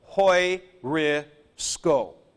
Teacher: So this would actually be pronounced hoi-ri-sco with S-K together. You tend to slop over on that a little bit, probably, hoi-ri-sco.